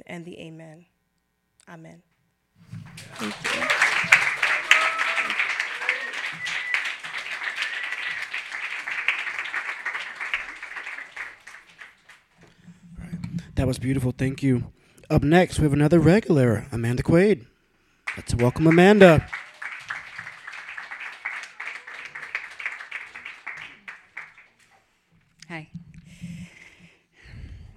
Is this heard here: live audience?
yes